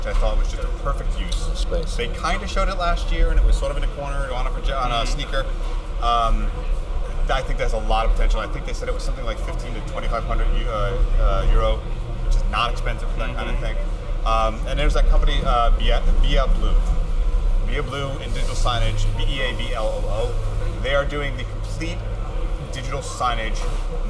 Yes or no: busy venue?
yes